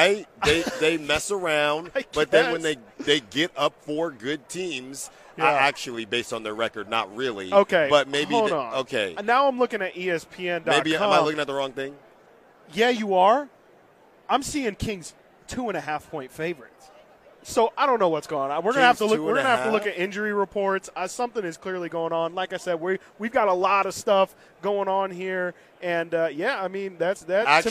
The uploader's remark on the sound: RADIO ROW FRIDAY continues LIVE from Las Vegas!